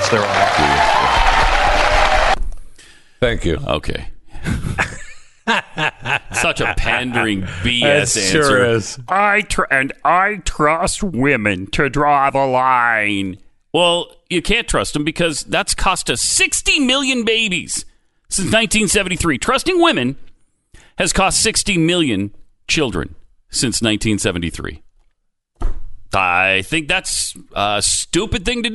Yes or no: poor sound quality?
no